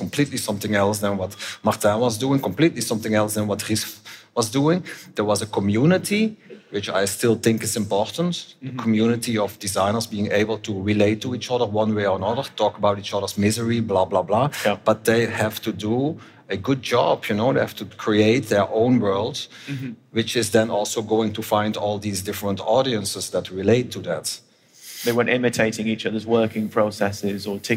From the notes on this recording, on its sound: At our Fashion Talks conference in 2019